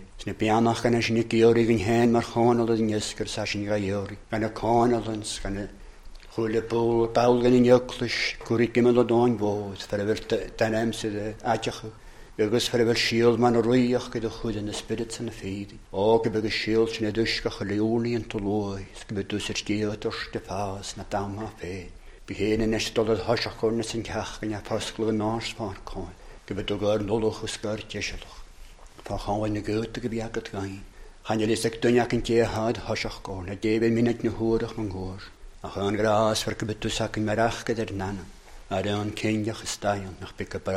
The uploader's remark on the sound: recorded a North Harris Free Church on the evening of Sunday 20th March 2022